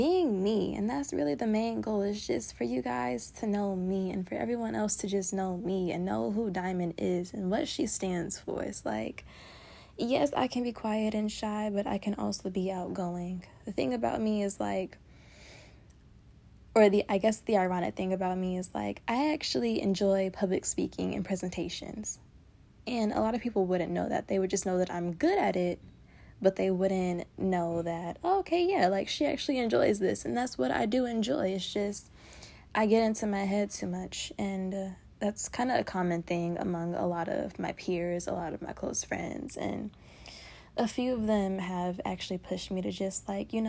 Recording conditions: phone or laptop microphone